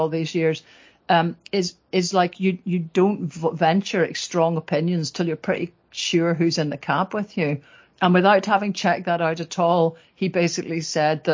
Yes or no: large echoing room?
no